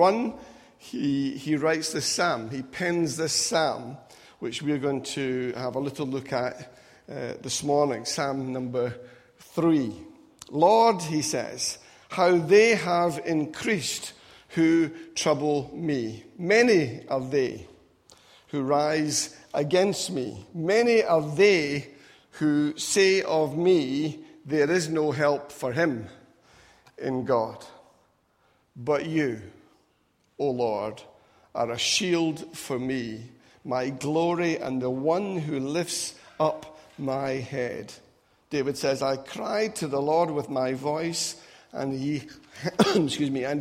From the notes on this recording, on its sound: Recorded at freedomcentre church, Preston on Sunday 12th November 2017